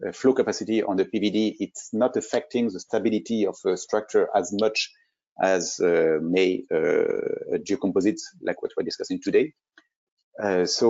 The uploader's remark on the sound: This is an audio version of the FGI webinar.